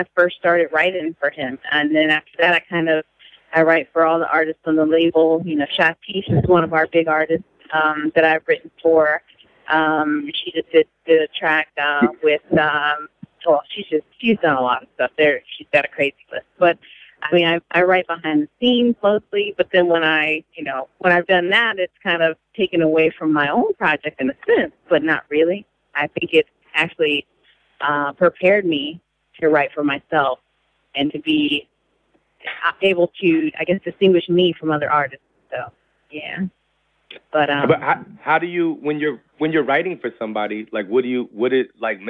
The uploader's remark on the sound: Here's our phone call.